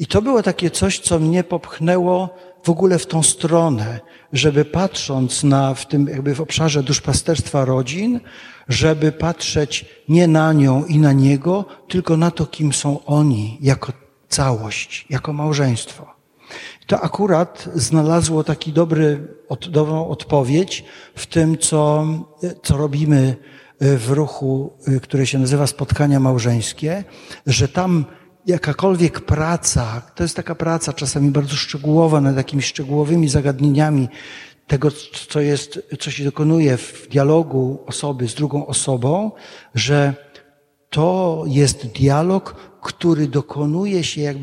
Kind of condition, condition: setting, large echoing room